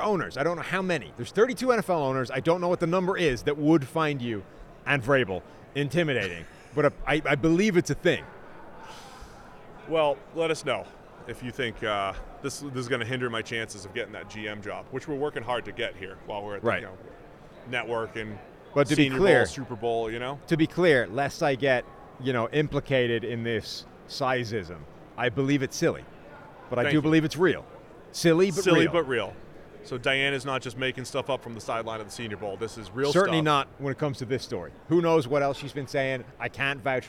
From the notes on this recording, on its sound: are live from Las Vegas Radio Row